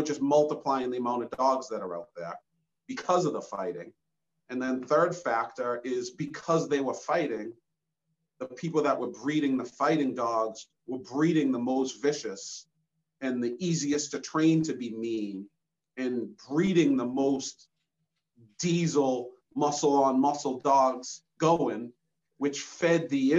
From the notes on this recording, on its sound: zoom social distancing